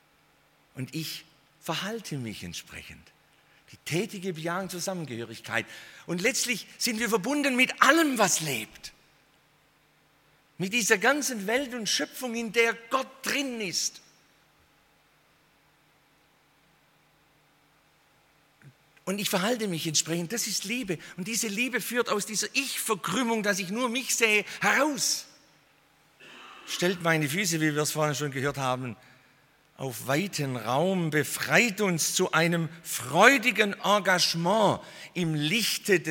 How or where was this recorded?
large echoing room